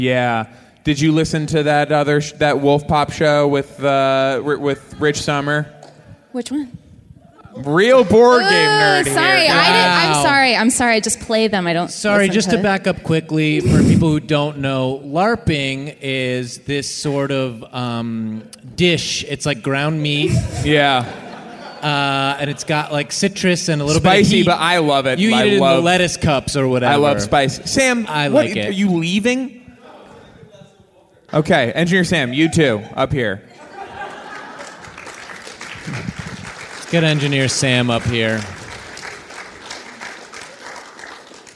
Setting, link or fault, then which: setting, busy venue